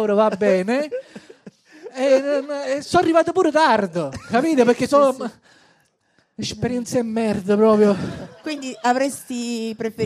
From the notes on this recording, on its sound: Live dal GhePensiMi di Milano